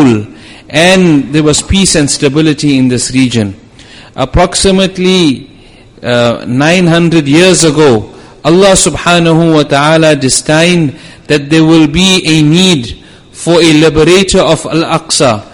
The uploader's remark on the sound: Jumuah lecture